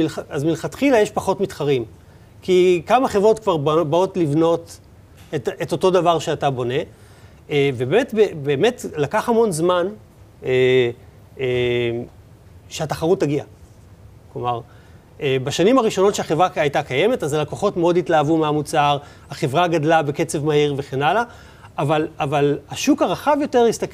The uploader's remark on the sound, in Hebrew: פרק מיוחד שהוקלט בפני קהל חי במשרדי קאטו נטוורקס.